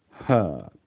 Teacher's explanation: Your mouth does not need to move at all, except for the air passing through it and your vocal cords turning on after the H sound. · Term: a single sound